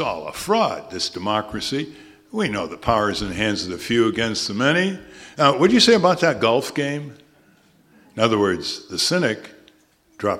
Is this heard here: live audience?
yes